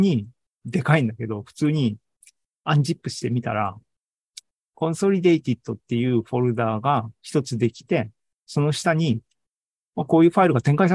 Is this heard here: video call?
yes